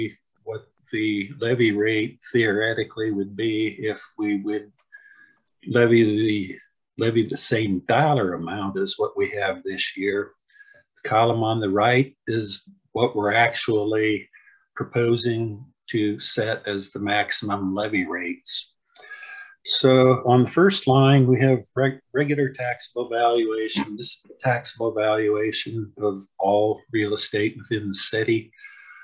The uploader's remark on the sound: Was held on Zoom due to the pandemic.